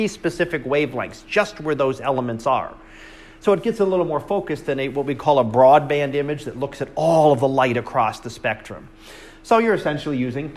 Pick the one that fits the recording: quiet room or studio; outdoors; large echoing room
large echoing room